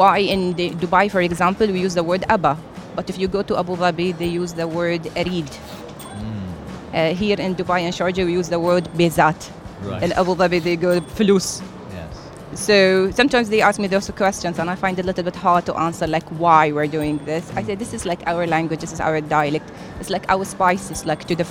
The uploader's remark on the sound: Live from SIBF 2023